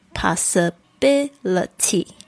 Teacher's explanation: 变成名词变成 possibility,那个重音呢变成在 B 上面